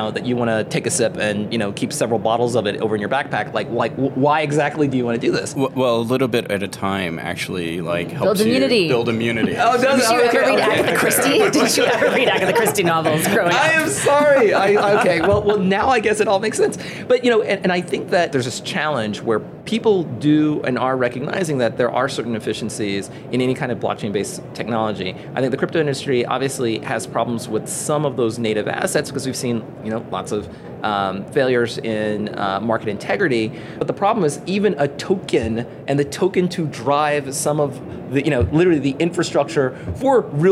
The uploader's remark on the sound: is at the Money 20/20 Conference in Las Vegas